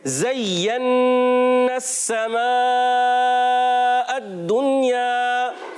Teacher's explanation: تو زا کی ادائیگی سختی سے نہیں ہوتی، سیٹی سے ہوتی ہے اور نرمی سے ہوتی · Term: حروف سفیریہ